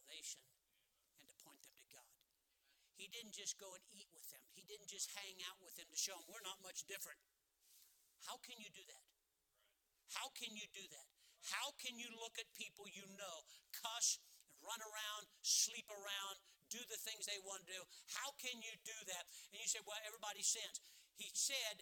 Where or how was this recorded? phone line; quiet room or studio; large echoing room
large echoing room